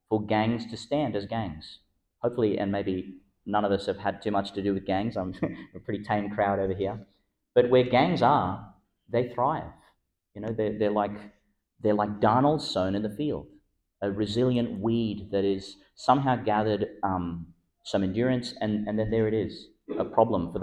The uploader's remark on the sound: Delivered in Our Lady Star of the Sea Church (evening Mass) , Gladstone, Qld. Delivered in Our Lady Star of the Sea Church (evening Mass) , Gladstone, Qld.